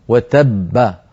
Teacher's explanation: الباء الأولى مدغمة والباء الثانية مقلقلة، هكذا تبت يدا أبي لهب وتب، فالباء الأولى وتب هذه الأولى، ب هذه الثانية المقلقلة.